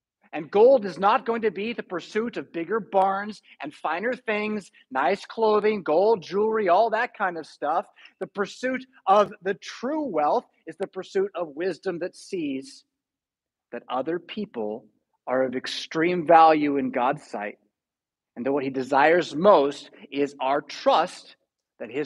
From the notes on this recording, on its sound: Preached at St Paul Lutheran Church , Rockford, Illinois on September 4, 2022.